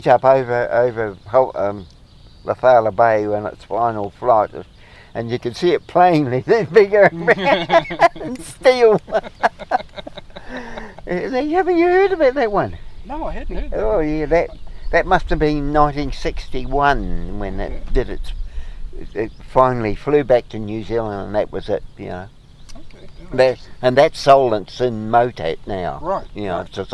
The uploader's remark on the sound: Sat in the sunshine chatting. Called into Cambridge on his way home.